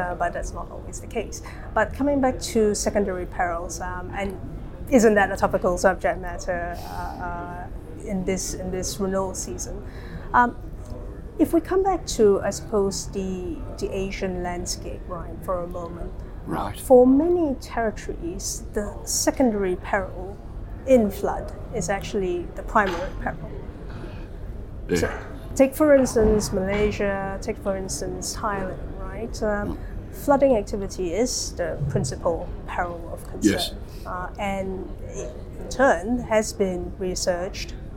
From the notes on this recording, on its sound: spoke with AM Best TV at the Singapore International Reinsurance Conference